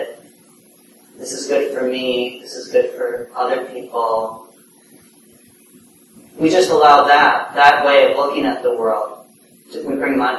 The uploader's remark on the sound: (Common Ground Meditation Center) Please note the audio quality is somewhat poor.